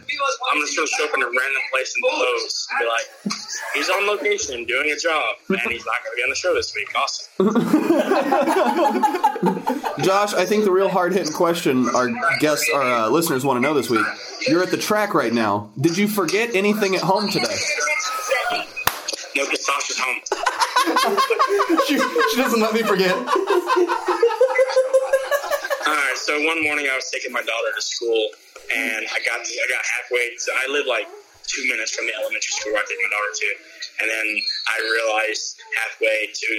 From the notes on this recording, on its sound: makes an appearance via phone call at the end of our episode